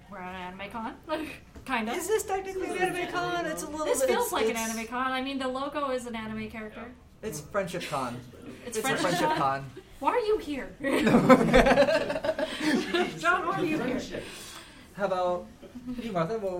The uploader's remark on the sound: Kinda Geeky Live at TitanCon. This episode was record live at Titan Con.